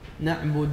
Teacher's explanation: نعبد نعبد تسكين الدال والصواب الضم. نعبد زيادة المد أكثر من حركة واحدة في الدال فتنقلب الضم واوا. نعبد الإطالة في الضم وهذا خطر.